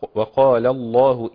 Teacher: لم لفظ الجلالة مفخمة